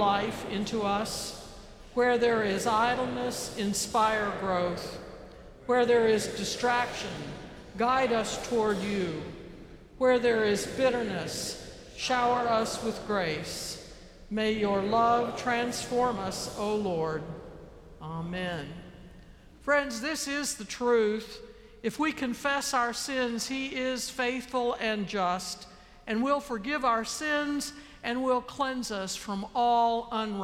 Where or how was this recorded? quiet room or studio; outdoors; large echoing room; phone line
large echoing room